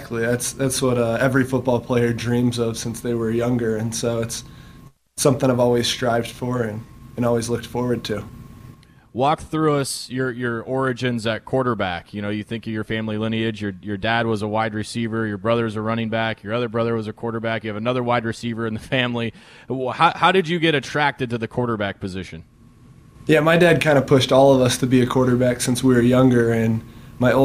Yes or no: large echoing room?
no